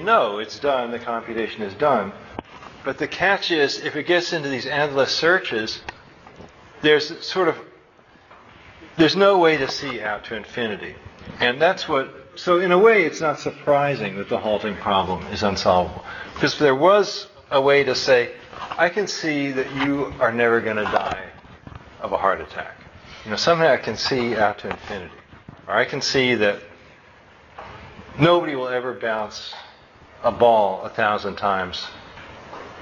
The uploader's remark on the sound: My final lecture in my Philosophy and Computers class at SJSU in Fall, 2005.